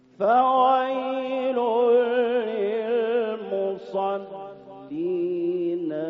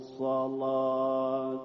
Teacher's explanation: کلمه صلات لامش تغلیظ میشه در روایت ورش، اما مصلین نه · Shown in: second take · در مصلین به لحاظ اینکه لام اصلا مفتوح نیست، فقط لامی تغلیظ میشود که مفتوح باشد و ما قبلش صاد تا و وا قرار گرفته باشند که اونها یا مفتوح باشند یا ساکن.